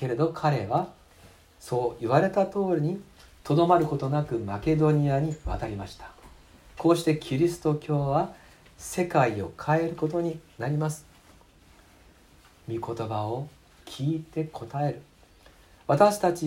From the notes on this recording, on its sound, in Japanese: 2019年11月24日吉備教会礼拝メッセージ録音